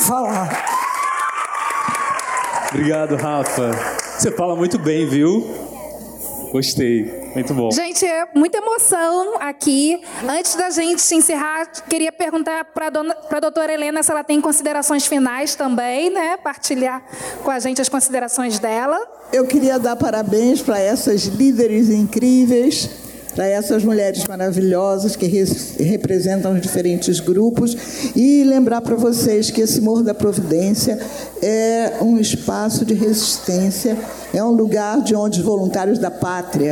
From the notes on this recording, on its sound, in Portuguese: Esse programa foi gravado ao vivo. Durante a programação infantil da Festa Literária das periferias - Flup 2023. Conversaram com moradores do Morro da Providência.